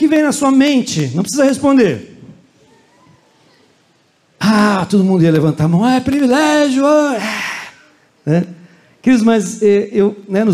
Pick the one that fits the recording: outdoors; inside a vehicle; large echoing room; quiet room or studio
large echoing room